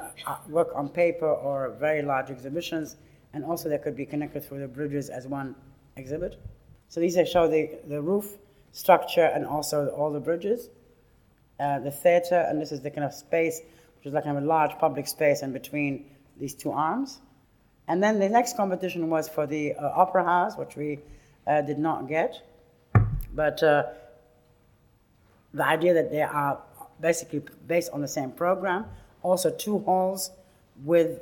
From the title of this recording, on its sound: Lecture at RIBA, 2006